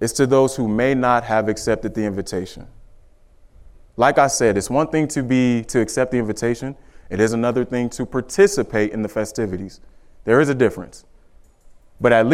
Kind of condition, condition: setting, large echoing room